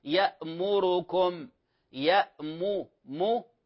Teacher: الميم مضمومة فقد تختلس لسرعة التلاوة · Term: الاختلاس